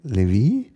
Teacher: der Hauptakzent ist also ganz hinten